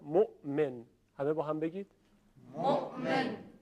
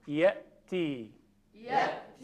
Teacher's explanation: صدای حمزه یک صدای تیزی هست که شدت داره و به صورت ا، ای، او اینطوریه.